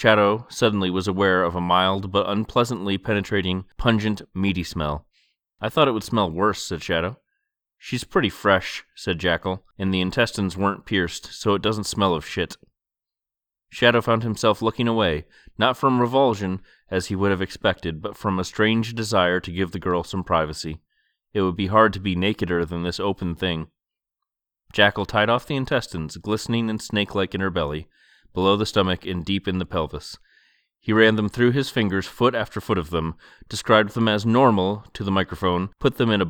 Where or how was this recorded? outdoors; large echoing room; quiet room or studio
quiet room or studio